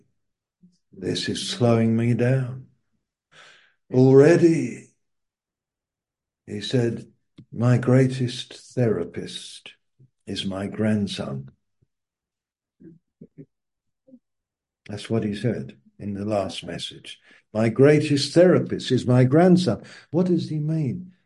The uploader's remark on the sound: Malaysia Meets (Zoom)